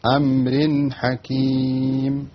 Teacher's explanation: التنوين بعد الحاء إظهار